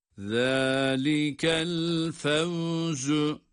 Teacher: Buradaki za peltek olmayan ve ince olan za'dır.